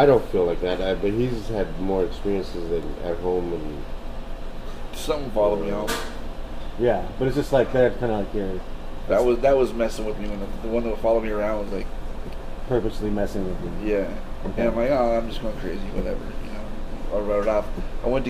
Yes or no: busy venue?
yes